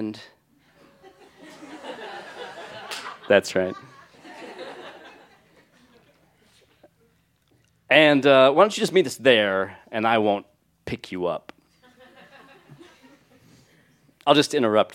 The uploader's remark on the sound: recorded live on 15 February 2017 at Buntport Theater in Denver, Colorado.